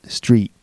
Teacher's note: So the tongue is going into the T position, but it's not fully making it.